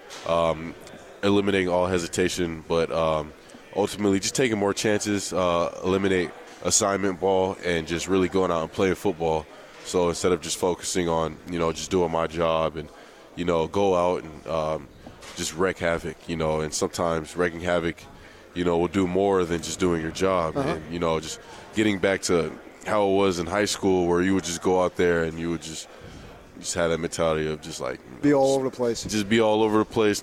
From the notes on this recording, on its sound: LIVE from Pac-12 Media Day in Los Angeles, CA.